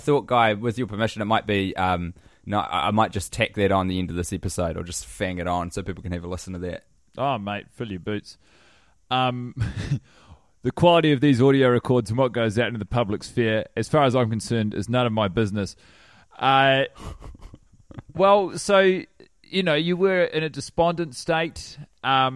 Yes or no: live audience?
no